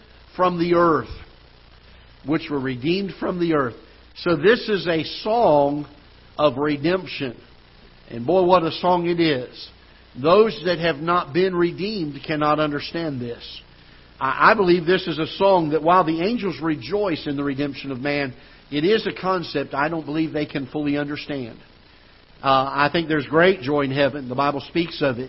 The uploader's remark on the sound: Ketha Heights Baptist Church ~ Live Broadcast